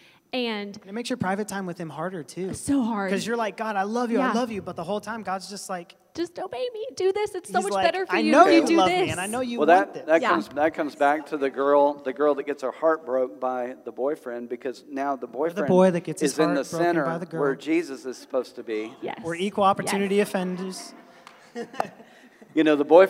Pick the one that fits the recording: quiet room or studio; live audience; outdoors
live audience